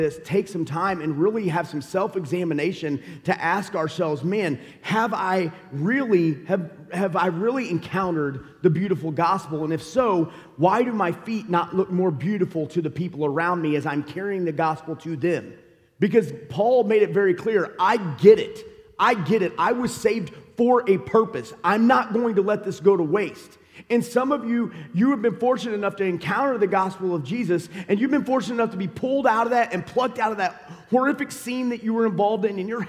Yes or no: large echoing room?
yes